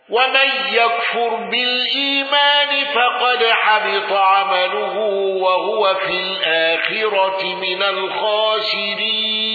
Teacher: بترك الغنة والسكت على ألف